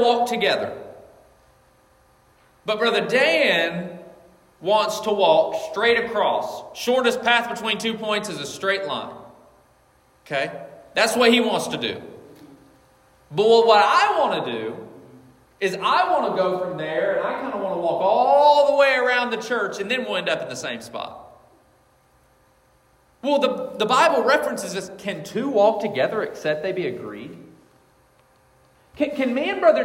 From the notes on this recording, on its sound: This message was preached on February 4th, 2024 at Collins Hill Baptist Church.